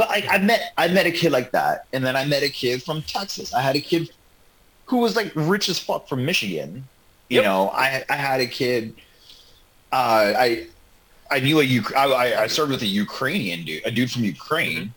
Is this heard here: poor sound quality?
yes